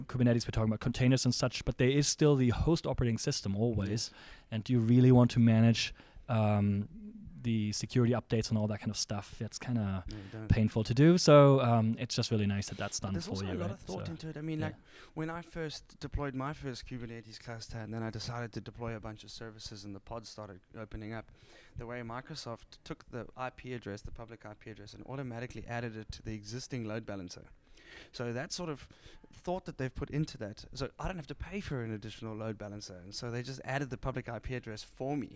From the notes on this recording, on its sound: Tech Summit 2018 Cape Town. Live from Tech Summit 2018 In Cape Town South Africa.